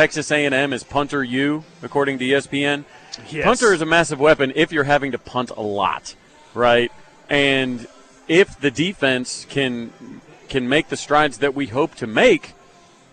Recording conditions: busy venue